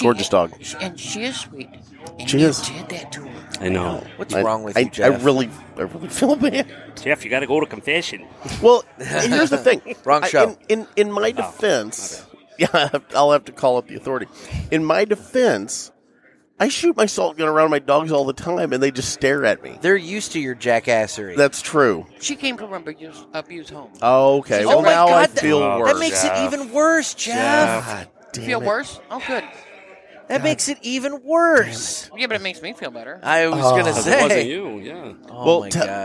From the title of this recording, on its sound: Live from the 3rd Annual Rivermen Cigar Festival